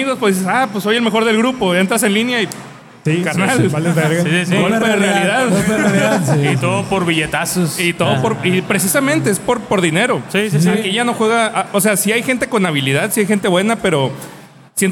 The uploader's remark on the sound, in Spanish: junto con la ayuda de nuestro increíble público en vivo